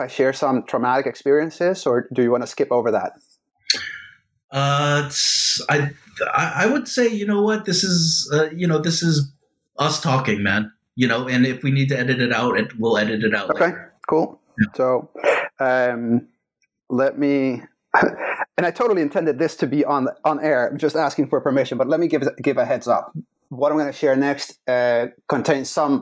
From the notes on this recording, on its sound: It is hard to get through - in terms of sound quality.